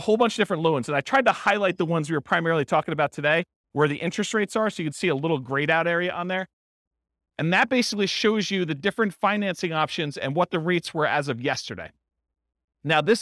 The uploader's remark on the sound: This was a live class recorded